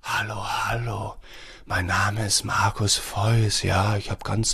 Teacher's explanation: dass sich die Stimme etwas überlüftet anhört, weil mit dem Stimmklang zu viel Atem in den Raum kommt